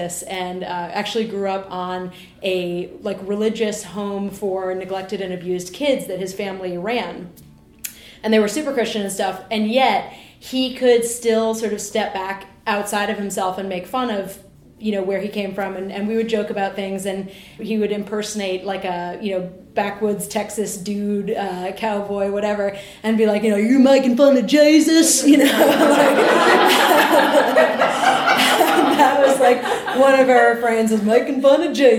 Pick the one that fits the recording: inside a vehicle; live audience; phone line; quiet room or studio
live audience